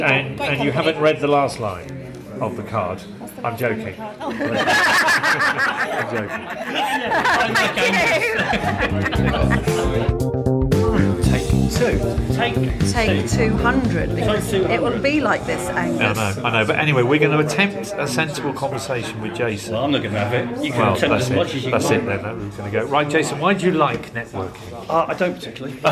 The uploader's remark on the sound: We chat with some of our Buzz attendees live at our events to find out why they love networking.